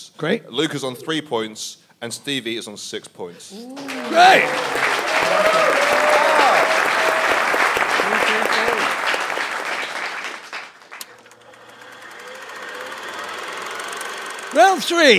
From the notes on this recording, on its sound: Recorded in front of a live audience.